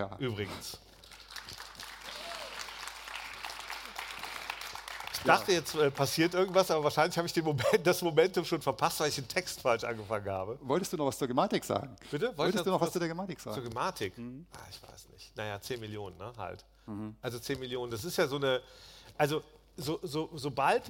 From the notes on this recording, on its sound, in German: LIVE von der VISION.A 2023. Gleich zur Eröffnung der VISION.A Zukunftskonferenz am Dienstag im Kino International in Berlin.